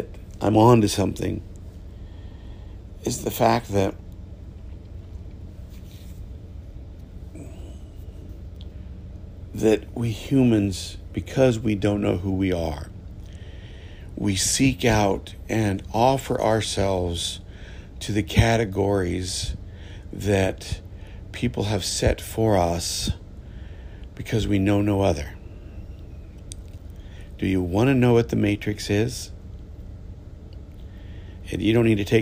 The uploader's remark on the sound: This episode was recorded from a moving ship on the Caribbean Sea.